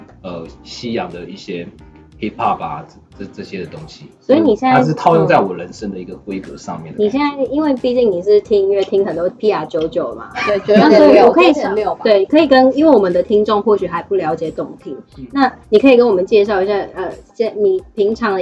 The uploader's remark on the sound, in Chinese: 本集內容因技術問題，音質不如預期